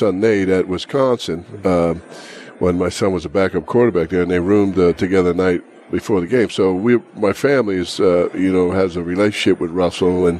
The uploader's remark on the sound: Live from the Super Book at the Westgate Las Vegas